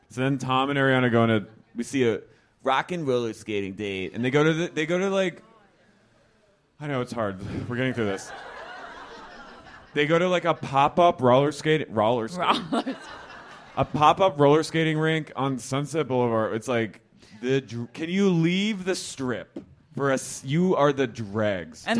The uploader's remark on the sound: LIVE at Sleeping Village